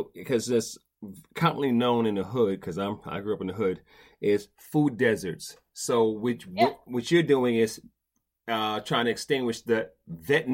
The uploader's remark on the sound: weathered technical issues and kept it vib'en thee intire episode